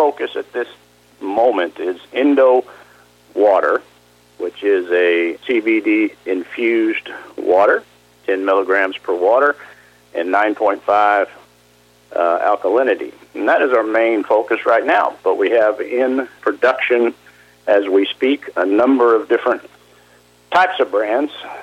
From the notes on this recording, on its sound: called in to SmallCapVoice